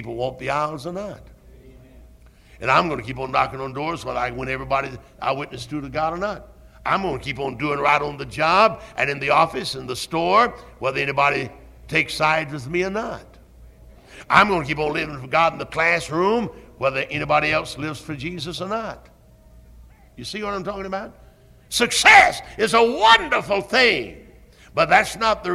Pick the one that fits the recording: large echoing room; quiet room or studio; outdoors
large echoing room